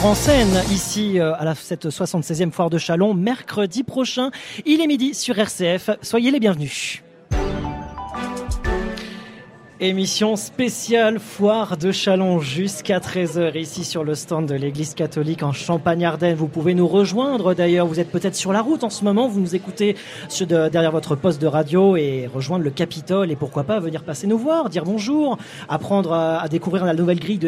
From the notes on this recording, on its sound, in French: RCF en direct de la 76e Foire de Châlons.